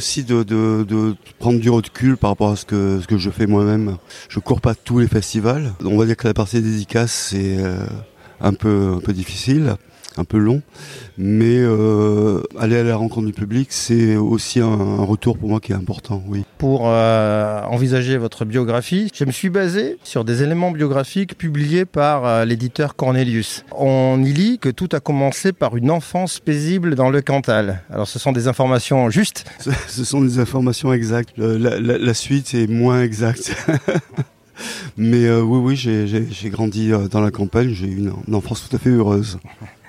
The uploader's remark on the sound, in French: enregistré au festival de bande dessinée de Colomiers